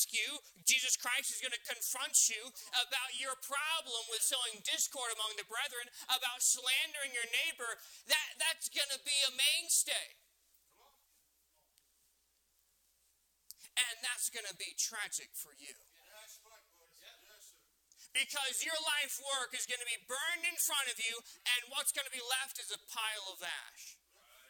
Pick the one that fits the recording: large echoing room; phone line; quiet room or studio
large echoing room